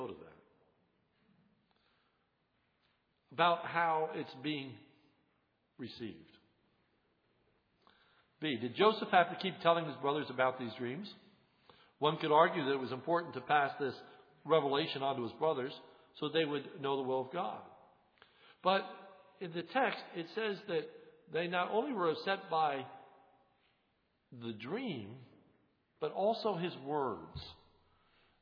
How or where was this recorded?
large echoing room